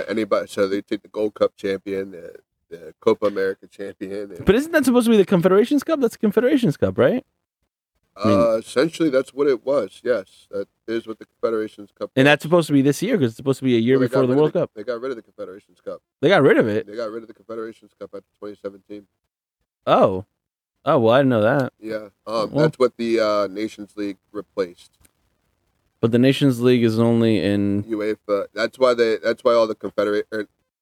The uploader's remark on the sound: We're recording from the field! Record live from the DE Union Diamonds camp.